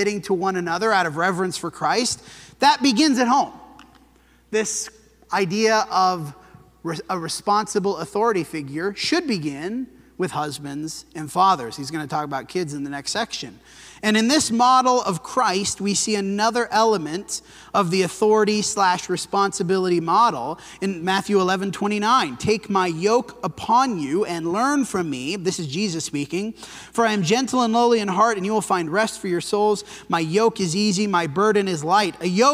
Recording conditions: large echoing room